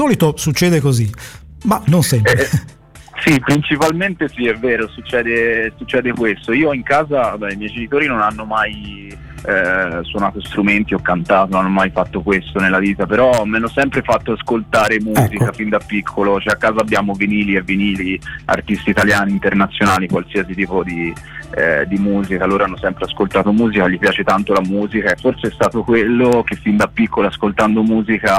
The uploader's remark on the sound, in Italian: INTERVISTA TELEFONICA DEL 13-04-23.